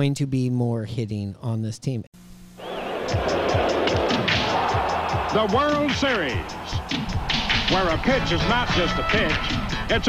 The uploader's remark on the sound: Recored on location at the Cabin bar and grill in Richmond Beach!